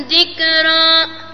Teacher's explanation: ذكرى هنا الراء مفخمة، الأصل تفخيم